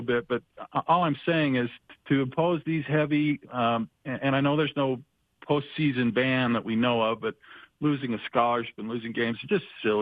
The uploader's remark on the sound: join us over the phone